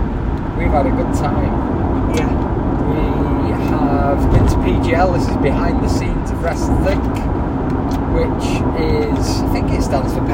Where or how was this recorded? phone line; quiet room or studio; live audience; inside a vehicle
inside a vehicle